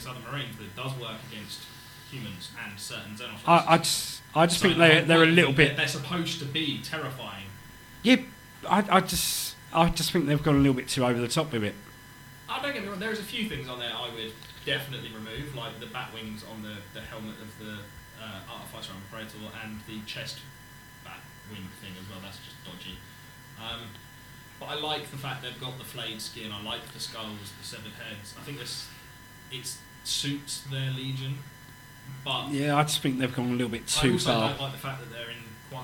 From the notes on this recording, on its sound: We have some sound issue during recording. I have tried to clear up most of it, but I am new to all the equipment that we are using.